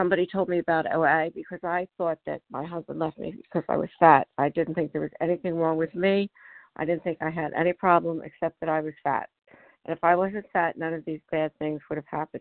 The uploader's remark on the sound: from the 100 Pounders Phone Meeting on 12/4/20